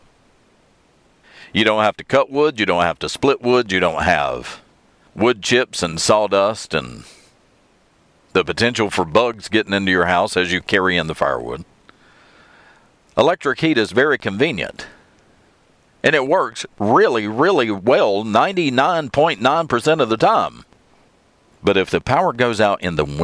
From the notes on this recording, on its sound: I'm back in the truck for this episode, so please ignore the background road noise.